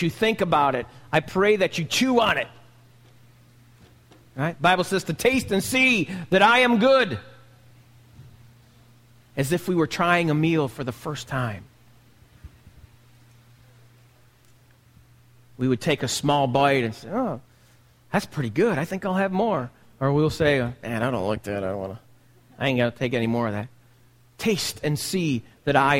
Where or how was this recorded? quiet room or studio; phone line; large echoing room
large echoing room